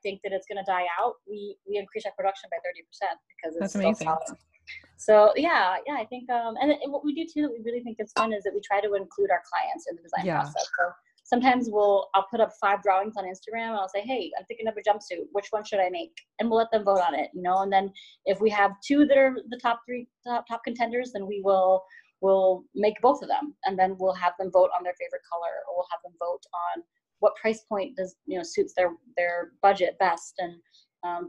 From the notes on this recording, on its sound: Sound quality will improve when interviews can be done properly after self-isolation.